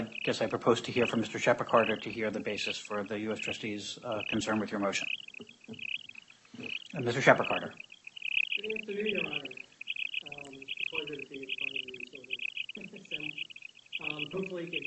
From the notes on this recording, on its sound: U.S. bankruptcy court hearing audio. Sorry about the sound. The audio recording is the official court audio and was posted this way to the court's docket.